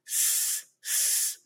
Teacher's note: So the S is s, s. Your tongue is not out. It's retracted, actually. It's behind your teeth. S. But then you say some, and then you stick your tongue out.